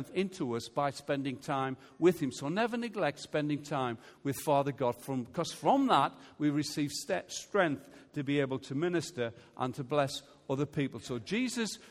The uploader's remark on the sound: Recorded Live at Life Church on Sunday 2nd September 2018.